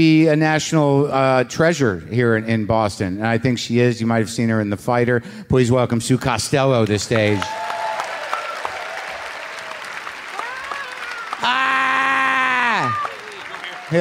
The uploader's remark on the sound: Live from Boston. A live WTF at The Wilbur Theatre.